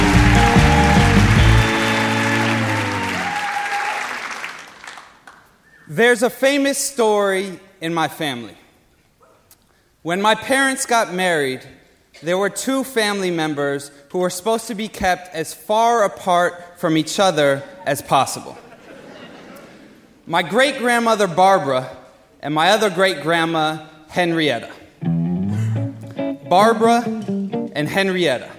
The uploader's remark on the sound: Live at BAM